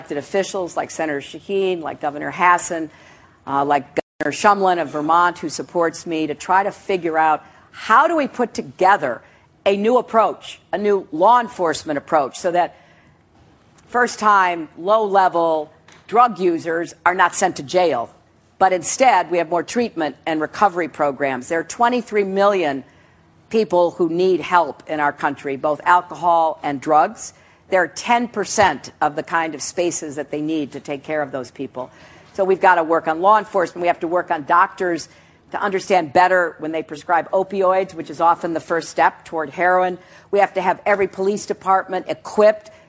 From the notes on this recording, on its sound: a CNN Democratic town hall in Des Moines, Iowa